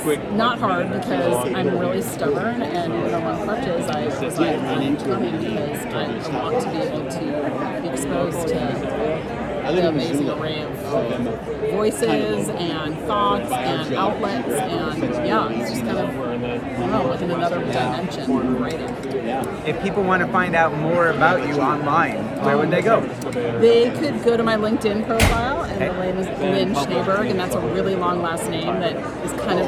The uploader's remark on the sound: Because we were recording this on the fly in a venue with lots of people and no control of the environment, the audio quality is...not going to win a Grammy.